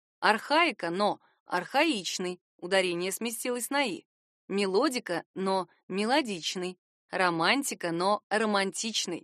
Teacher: В прилагательном ударение смещается со второй гласной на третью.